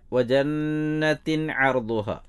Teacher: ജന്നത്തിൻ്റെ നൂനിന് ഷദ്ദുണ്ട്, ഗുന്നത്തോടെ അവിടെ ഓതണം. അതേപോലെ ജന്നത്തിൻ അർദുഹ, ആ തൻവീനു ശേഷം ഐനാണ്, അത് ഇൽഹാറിൻ്റെ നിയമമാണ്.